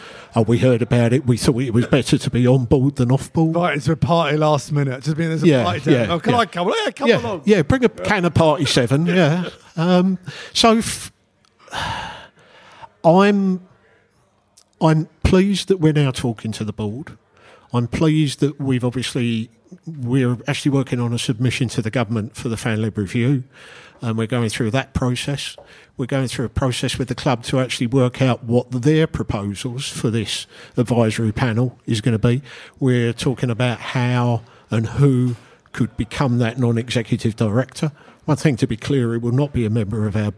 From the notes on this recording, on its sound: Are joined by a live audience in N17.